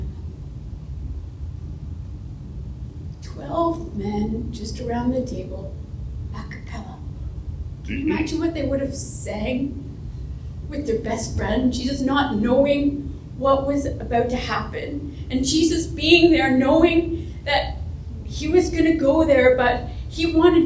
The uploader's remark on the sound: our live service at the Xtreme Theatre